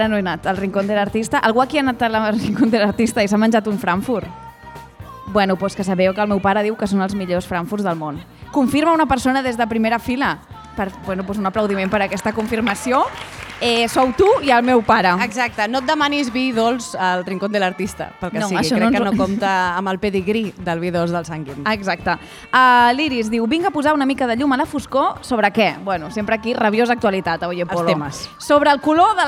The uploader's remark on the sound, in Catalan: Programa en directe des de la Fàbrica Damm a la Jornada de Pòdcasts per combatre la Pressió Estètica.